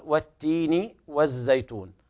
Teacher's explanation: وقال تعالى: والتين والزيتون، وهنا اللام لام شمسية فتضغم في التاء بعدها والتين. لاحظنا أن اللام لا تظهر حال النطق